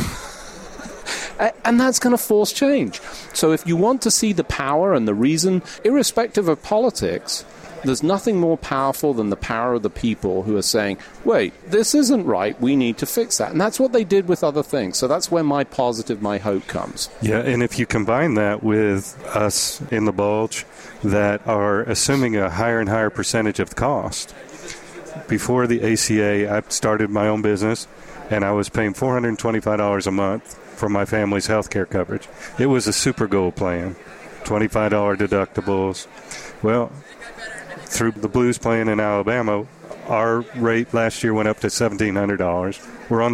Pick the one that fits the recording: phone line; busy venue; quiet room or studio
busy venue